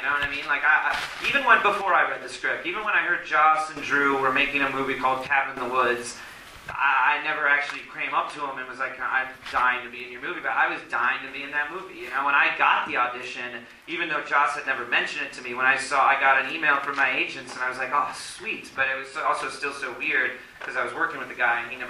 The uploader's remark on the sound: It was recorded after a screening of the film on April 9th in Philadelphia.